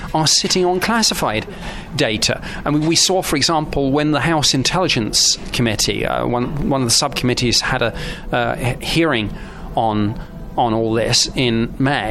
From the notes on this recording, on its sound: Seventy minutes on The Unexplained Live Cruise across The Mediterranean. Special face to face interview.